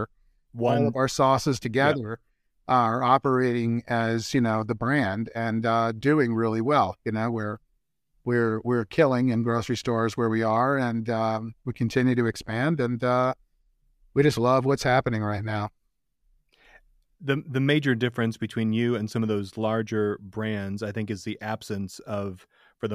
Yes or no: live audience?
no